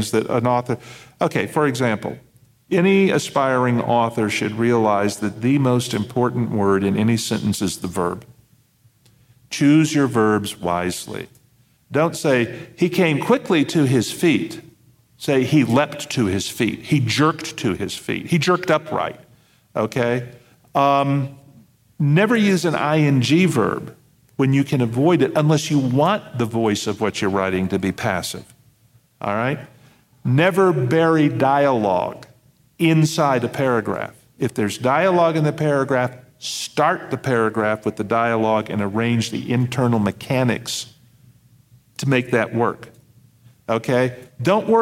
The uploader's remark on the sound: This episode was recorded live at NASFIC.